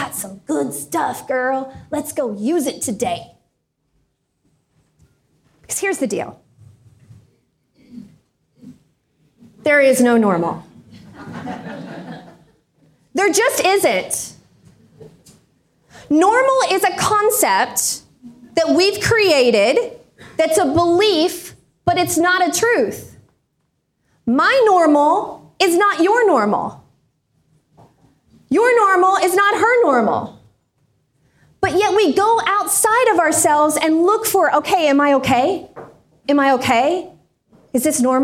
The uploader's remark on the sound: This is the audio from a keynote I did for Linking Indy Women in Indianapolis. This is the audio from a keynote I did for Linking Indy Women in Indianapolis. Over 100 amazing career women came early on January 15th to The Hatch co-working space.